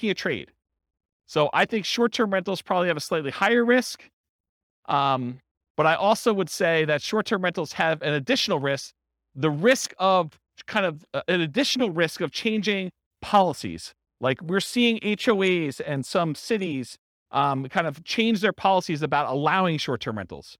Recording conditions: live audience